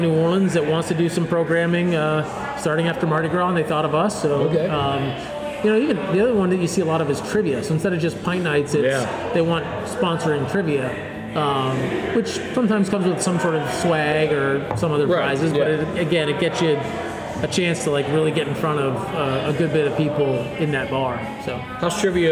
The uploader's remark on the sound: heads over to Rally Cap Brewing here in Baton Rouge